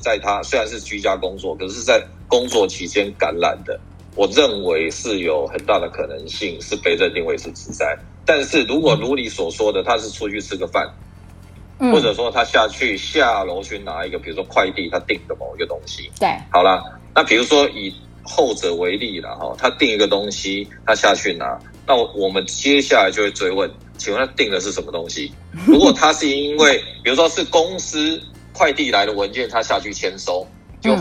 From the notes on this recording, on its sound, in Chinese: 本集以call out的方式訪問。音質較不穩定，敬請見諒！